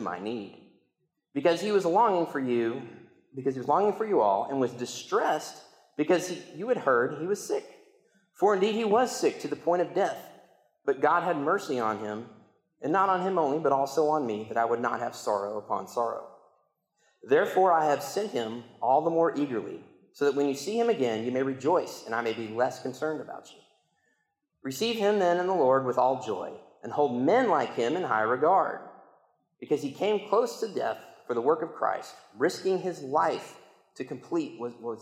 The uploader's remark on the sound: I got to preach the sermon in church this week, had the recording